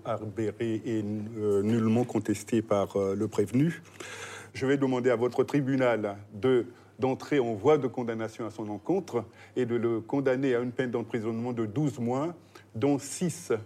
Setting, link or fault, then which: setting, large echoing room